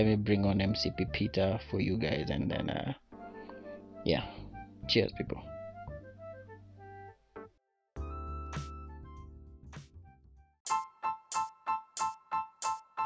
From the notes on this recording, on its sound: Forgive the sound quality, we were trying out a new anchor feature and the devil was on overdrive.